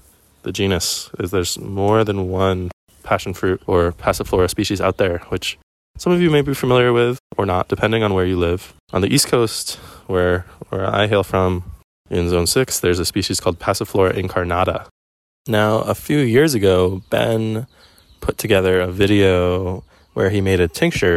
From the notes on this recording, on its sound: Coming to you live from the back of Palolo valley on the Island of O'ahu